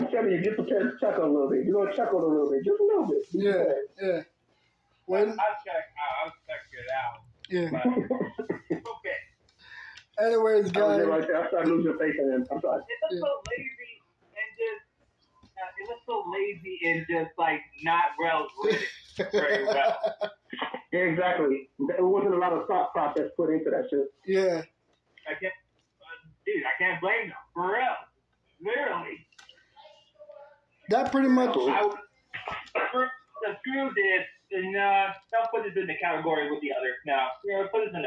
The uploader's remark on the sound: on an over the phone recording session